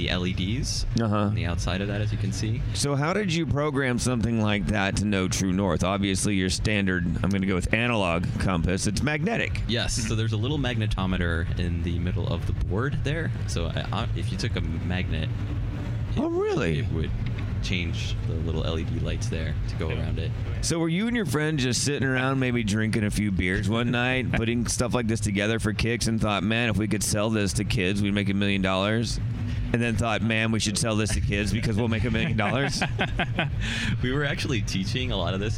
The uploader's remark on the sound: At the Shell Eco-Marathon in Detroit. Hit the road and head to the Motor City - Detroit, Michigan for the annual Shell Eco-marathon and the #MakeThe Future Festival.